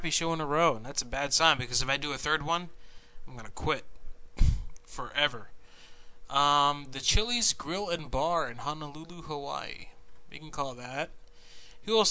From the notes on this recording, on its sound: Prank Phone Calls Collection